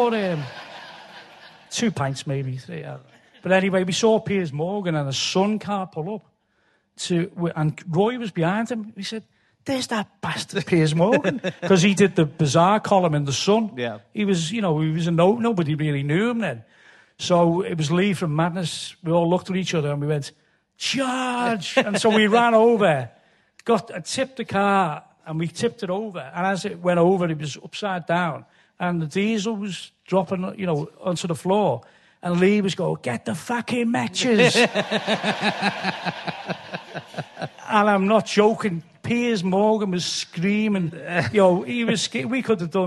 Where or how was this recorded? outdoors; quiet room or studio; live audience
live audience